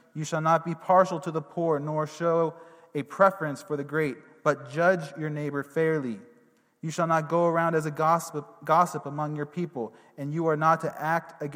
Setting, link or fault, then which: setting, large echoing room